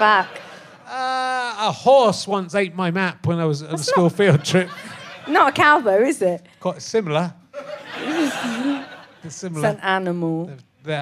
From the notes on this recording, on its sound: chats with a secretive journalist in his audience